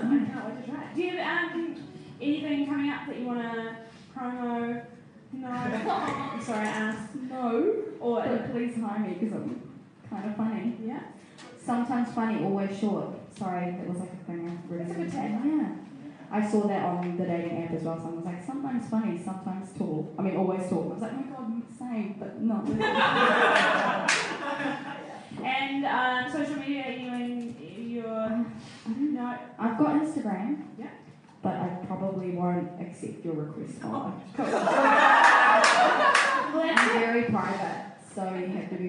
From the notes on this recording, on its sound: Recorded live at The Basement Theatre November 23rd 2017.